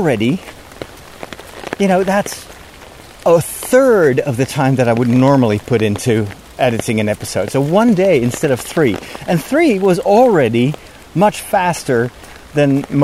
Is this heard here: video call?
no